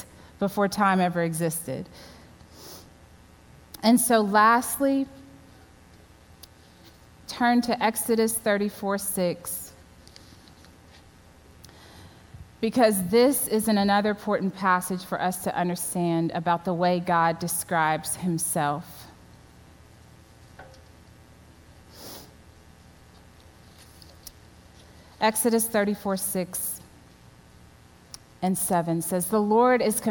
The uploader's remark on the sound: at the WholeHeart Conference at Crossland Community Church on September 26, 2020